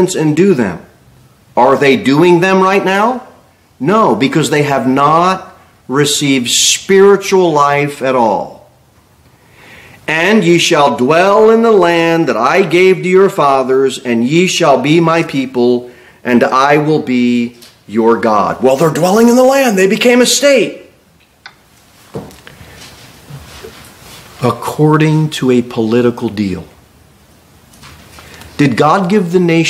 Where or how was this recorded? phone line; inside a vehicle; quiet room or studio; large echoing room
large echoing room